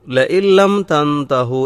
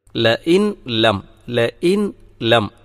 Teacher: അപ്പോൾ ഇന്ന തത്വയ്യർനാബിക്കും ലഇല്ലം തൻതഹു എന്ന് പറയുന്നിടത്ത് ആ നൂന് ലാമിൽ ലയിച്ചു ചേർന്നാണ് ഉച്ചരിക്കപ്പെടേണ്ടത്. · Shown in: first take · ലഇൻ ലം എന്നതല്ല പറയണം.